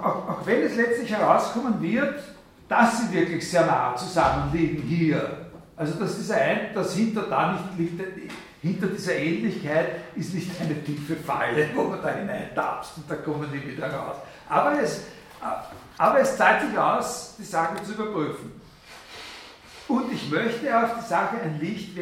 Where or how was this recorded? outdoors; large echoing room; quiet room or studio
large echoing room